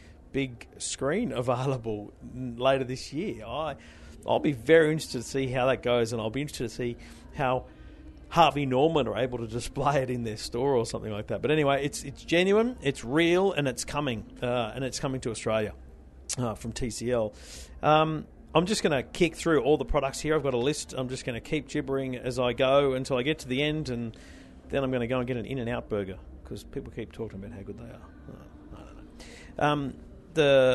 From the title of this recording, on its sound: Live From The Consumer Electronics Show In Las Vegas